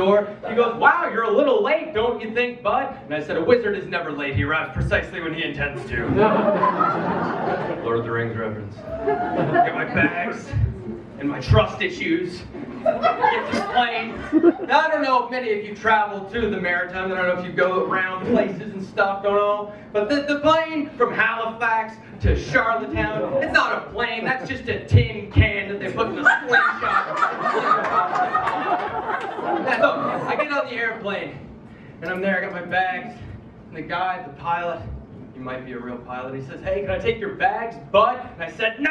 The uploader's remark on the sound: High-End Bootleg is a bootleg recording of An Evening of Comedy. At Bar1911 as part of their After Hours Series. Performed before a sold-out audience in Charlottetown, Prince Edward Island.